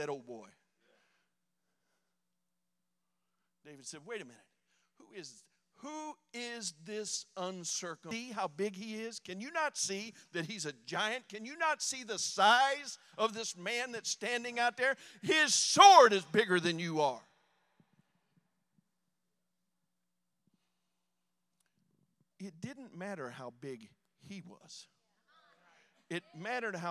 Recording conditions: large echoing room